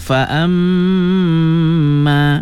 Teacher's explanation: Ikhfa, ikhfa hakiki ya. Kena digunnahkan dengung sekadar dua harakat ya.